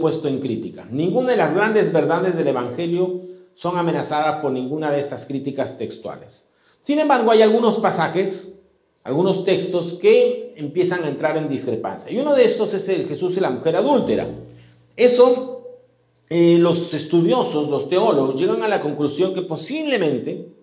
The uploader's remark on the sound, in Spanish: presentado en vivo el domingo 6 de noviembre de 2022 Este podcast es la retransmisión de la reunión de iCafe de cada domingo